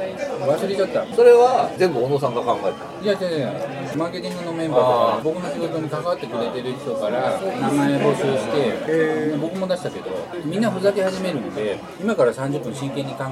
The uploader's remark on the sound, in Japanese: 居酒屋収録なので聞き取りずらいかと思います。